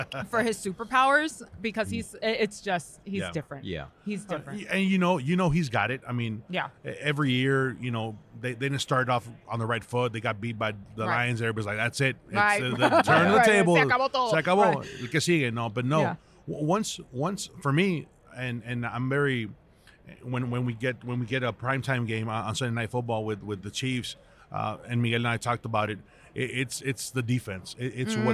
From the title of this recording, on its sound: Live From Radio Row